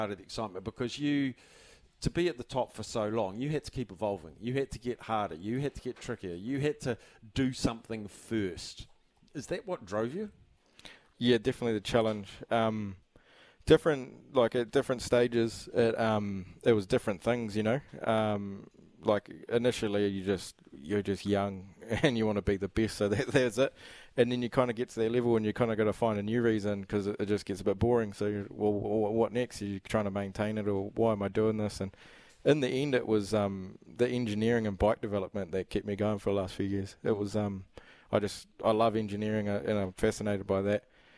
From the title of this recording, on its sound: LIVE from the Slog Sweep Event in Palmy North